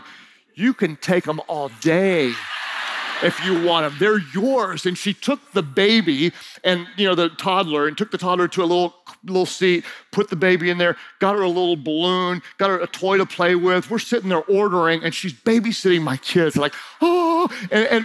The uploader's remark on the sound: During Session 2 of Team Conference 2019